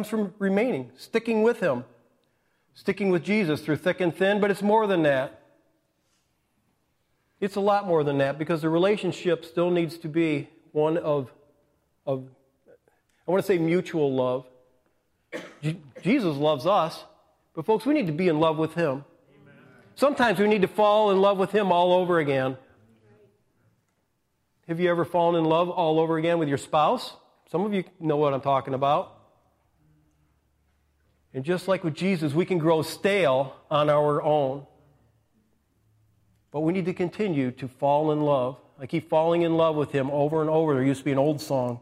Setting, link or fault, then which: setting, large echoing room